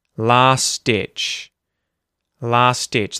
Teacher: The first thing you might notice is that last ditch, the T and the D join together, and it just sounds like the D at the front of ditch · Term: connected speech